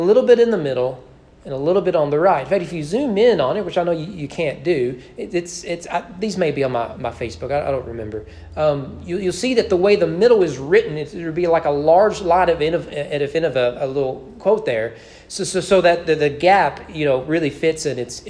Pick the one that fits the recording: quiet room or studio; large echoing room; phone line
large echoing room